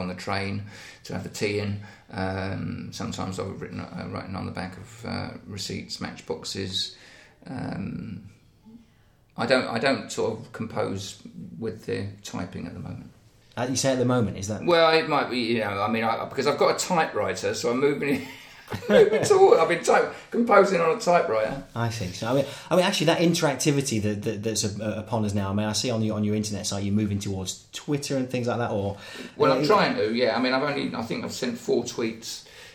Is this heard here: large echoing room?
no